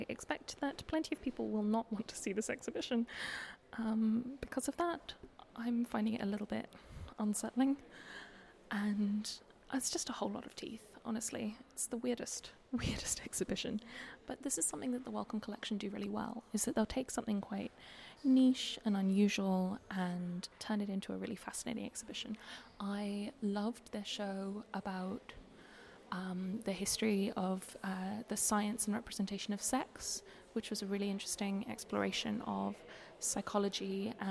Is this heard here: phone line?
no